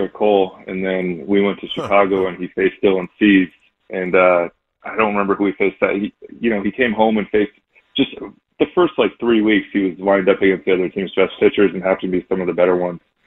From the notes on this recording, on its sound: Takes phone calls from upset Padres fans.